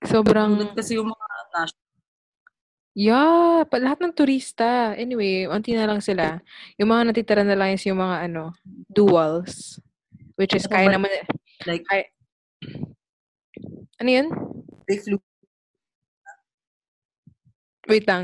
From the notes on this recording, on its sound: We're also posting our zoom video for this.